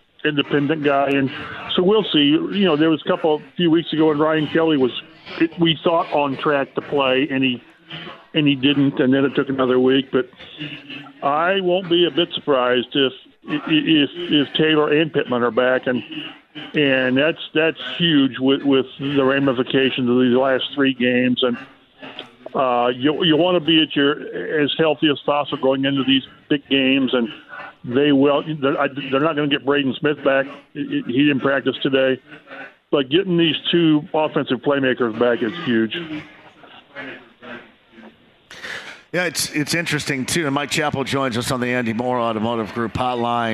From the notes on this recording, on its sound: starts from Britton Tavern